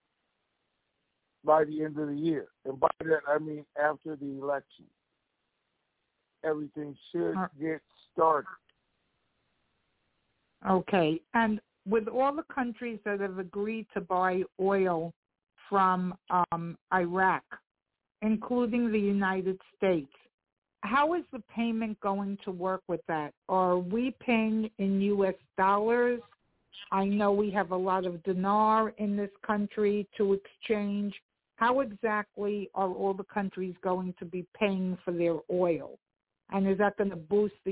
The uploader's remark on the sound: TNTSuperfantastic Conference Call.